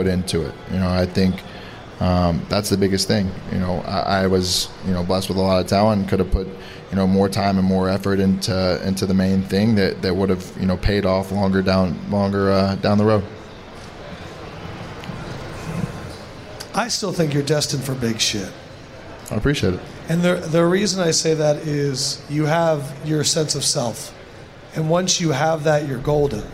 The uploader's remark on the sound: The show was recorded LIVE inside the Caesar's sports book in Las Vegas.